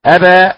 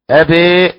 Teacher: ونعرف الفتح من الإمالة من التقليل، أبا فتح الفم بالحرف، أبي بالإمالة